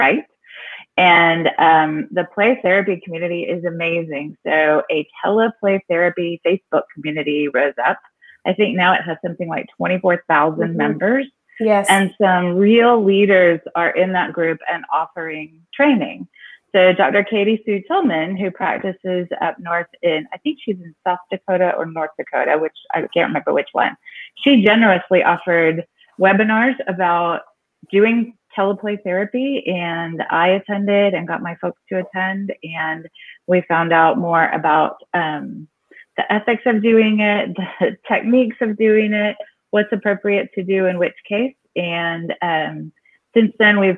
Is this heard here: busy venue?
no